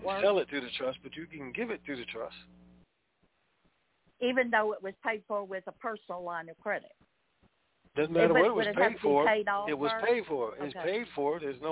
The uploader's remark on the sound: TNTSuperfantastic Conference Call